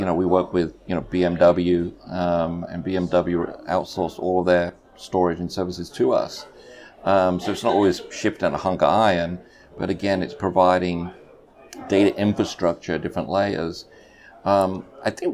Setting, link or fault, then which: setting, busy venue